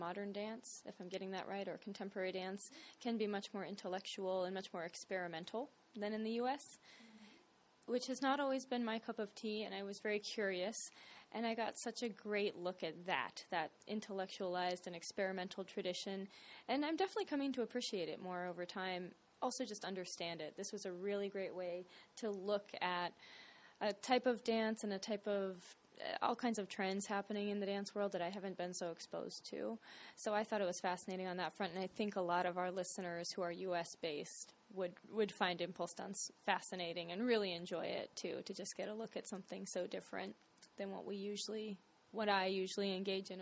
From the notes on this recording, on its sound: Interviews from ImPulsTanz – Vienna International Dance Festival.